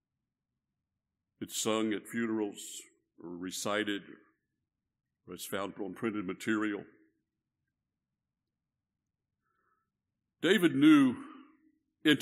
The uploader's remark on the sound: This message was preached at Northside Baptist Church in Conroe, Texas.